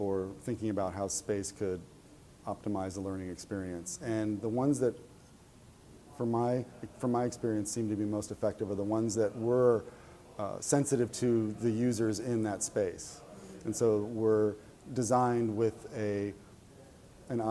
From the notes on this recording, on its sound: This interview was recorded live at the 7th annual 21st Century Learning Conference in Hong Kong.